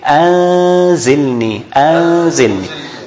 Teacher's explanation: So you don't pronounce the noon clearly, like anzilni, this is izhar, that's wrong. · Term: ikhfa